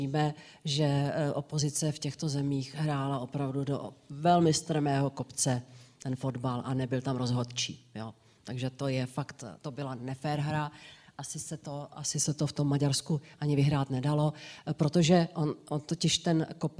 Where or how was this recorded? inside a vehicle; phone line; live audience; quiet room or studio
live audience